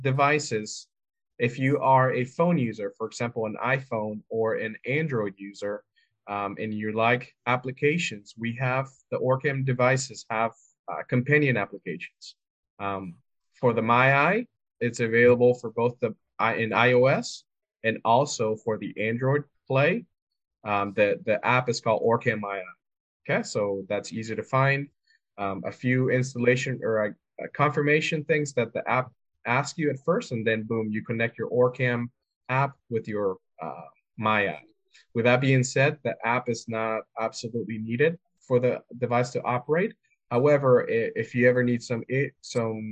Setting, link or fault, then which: link, video call